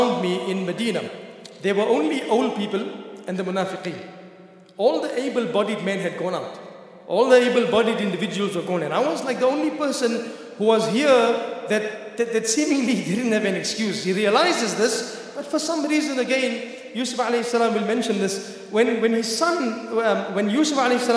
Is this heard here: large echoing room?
yes